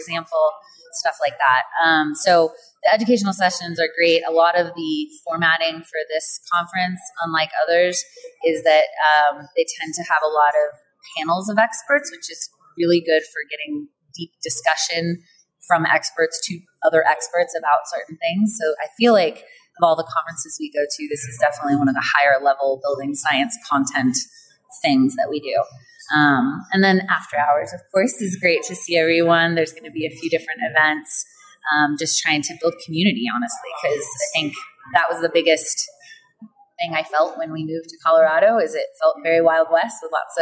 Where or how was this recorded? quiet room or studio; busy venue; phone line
busy venue